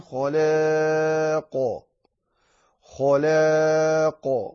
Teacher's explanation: نفخم الخاء ونرقق اللام ثم نرجع ونفخم ونقلقل القاف